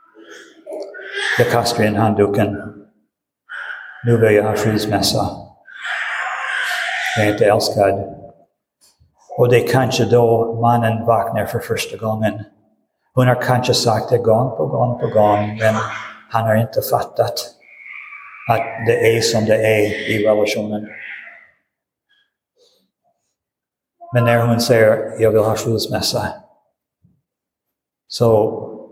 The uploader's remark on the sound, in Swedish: Inspelad i Roseniuskyrkan den 19 februari 2023.